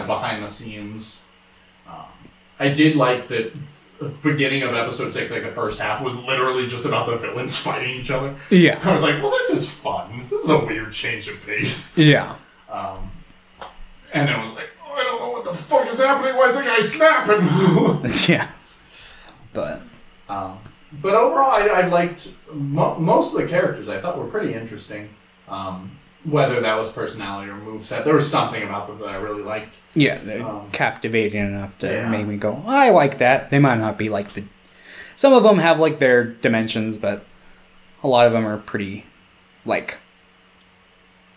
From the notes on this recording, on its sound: More problems with OUR MICROPHONES.